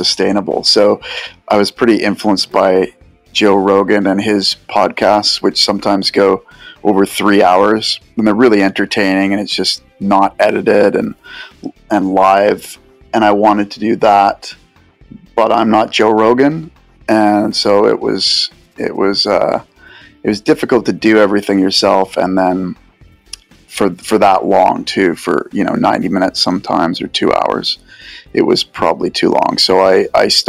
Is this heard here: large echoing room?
no